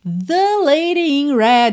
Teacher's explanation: esse the é muito fraquinho na frase porque o que importa mesmo é lady e red